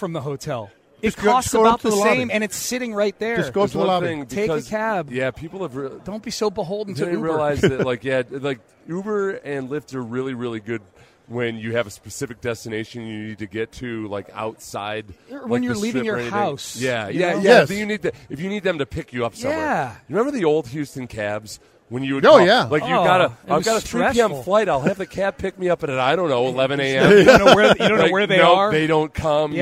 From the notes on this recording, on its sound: Live from Radio Row